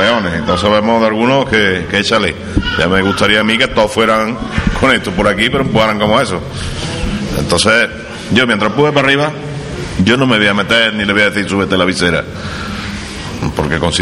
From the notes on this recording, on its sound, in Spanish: La Casa de Hermandad de la Estrella acogió el sábado, 8 de noviembre, una tertulia de capataces y costaleros que grabamos el equipo de Pasión en Jaén para emitirla en diferido al siguiente jueves a través de Onda Jaén Radio.